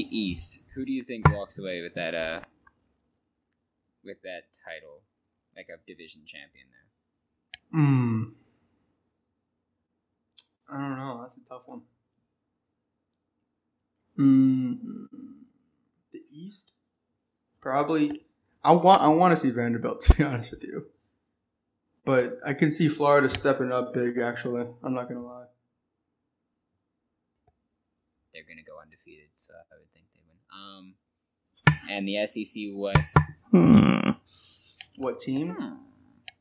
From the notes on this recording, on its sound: SORRY FOR THE AUDIO ON THIS ONE. There were tons of issues making this one.